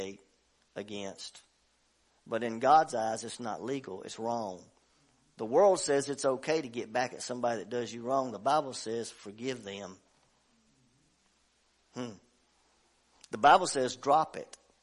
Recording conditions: large echoing room